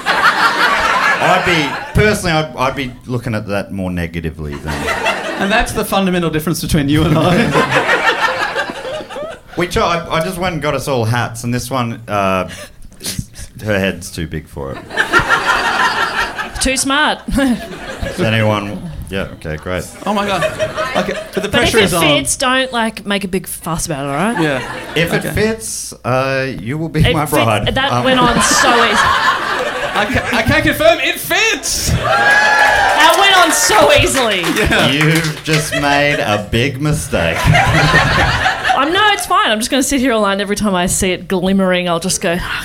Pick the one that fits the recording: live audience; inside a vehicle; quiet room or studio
live audience